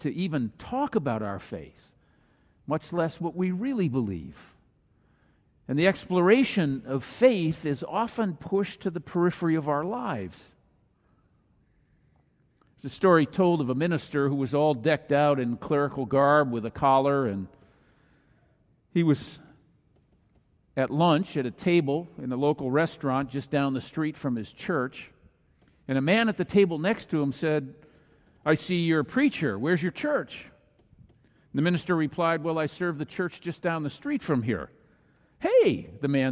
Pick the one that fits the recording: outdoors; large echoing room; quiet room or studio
large echoing room